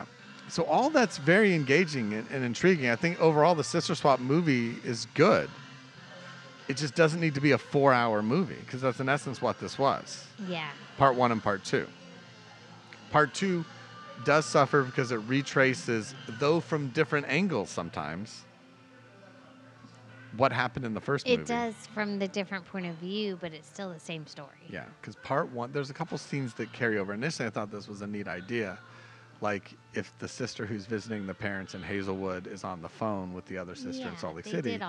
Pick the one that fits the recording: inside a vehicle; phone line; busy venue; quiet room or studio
busy venue